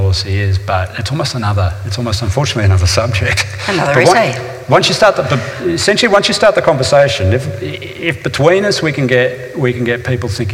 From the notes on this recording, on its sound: This is a live recording from our event.